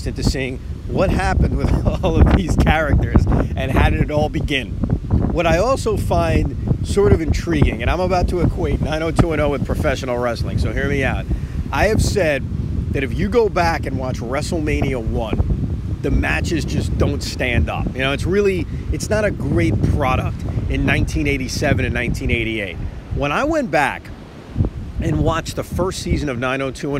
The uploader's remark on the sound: Recorded from a beach in North Carolina